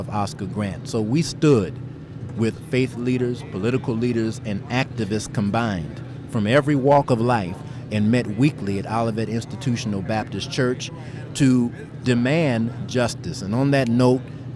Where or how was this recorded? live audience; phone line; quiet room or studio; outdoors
outdoors